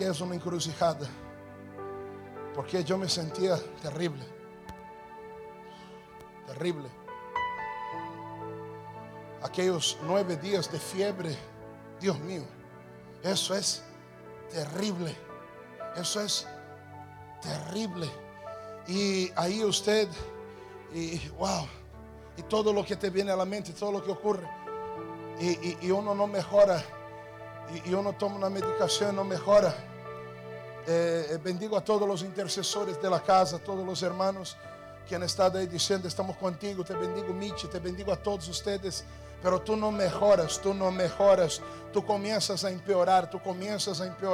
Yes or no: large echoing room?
yes